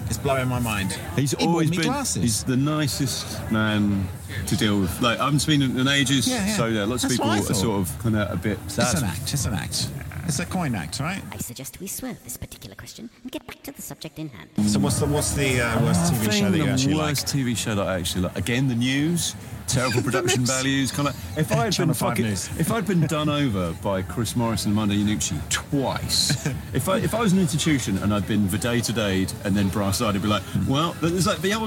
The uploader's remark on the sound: Joins us live from Edinburgh Fringe, hence the clear background noise of people having way too much fun in the daytime.